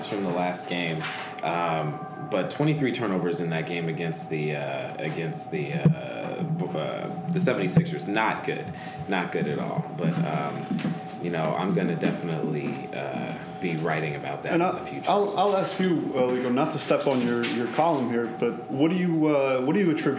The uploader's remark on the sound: Recorded from Pompette Wine Shop in Harlem, New York. Please forgive extraneous noise.